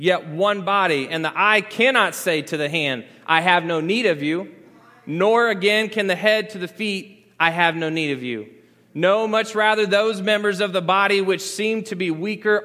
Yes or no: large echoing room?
yes